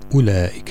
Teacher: هنا أولئك الواو مهمل لا يعطى أي مد